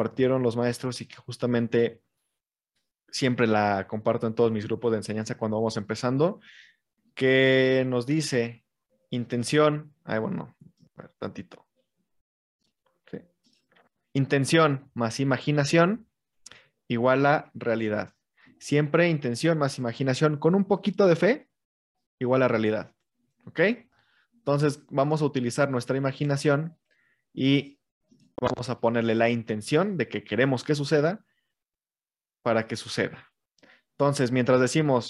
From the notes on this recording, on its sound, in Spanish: Posteriormente se graba y se sube como podcast.